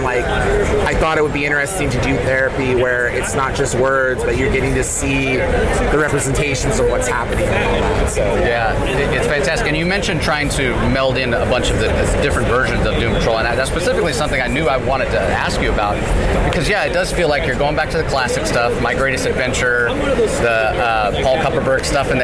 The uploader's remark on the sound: LIVE from SDCC '23